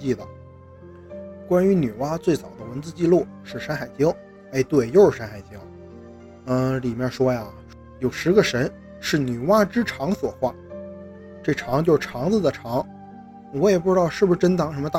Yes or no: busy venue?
no